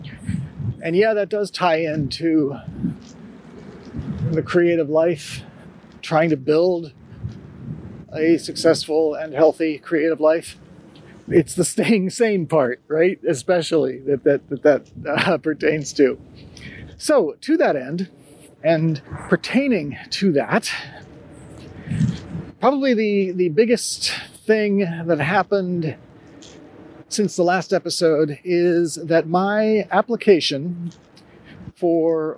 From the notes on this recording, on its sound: It’s also an episode created amongst community, of a sort: I recorded it walking through, and sitting in, a neighborhood park. I continue experimenting with different tools and methods to make recording Sonitotum frictionless while still creating audio that’s kind to your ears.